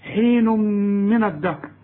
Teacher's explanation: التنوين بعده ميم، ادغام بغنة